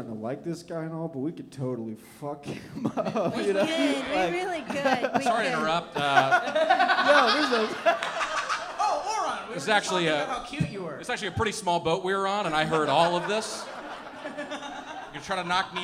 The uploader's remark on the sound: Live Show at Zanies Nashville. Recorded live at Zanies Comedy Club in Nashville, Tennessee. Live on stage.